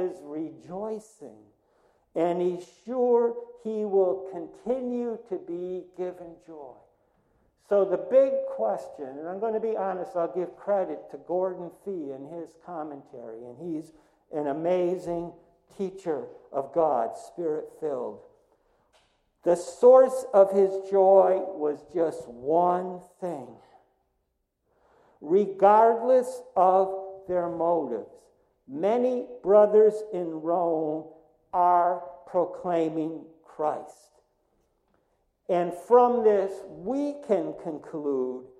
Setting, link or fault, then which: setting, large echoing room